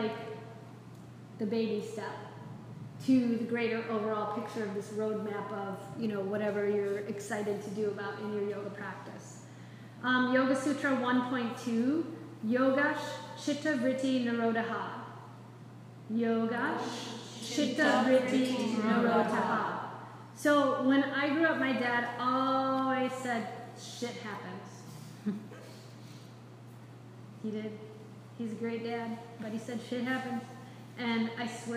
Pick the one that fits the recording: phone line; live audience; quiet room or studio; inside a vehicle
live audience